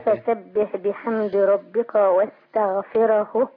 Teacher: عندي الراء مرققة. وعندي الهاء بعد كده مرققة.